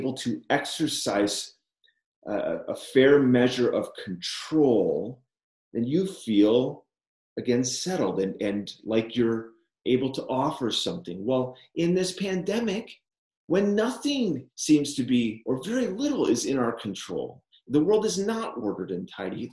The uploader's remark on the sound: Liminal Spaces Recording of Zoom Meeting from May 5th 2020